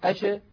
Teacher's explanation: هذا الذي يفسر لنا لماذا قلقلت العرب قطب جد ولم تقلقل مثلا الشين، لم تقل العرب أش، لأنه لو كانت ساكنة أش الصوت ماشي والهواء منطلق، ما في حاجز منغلق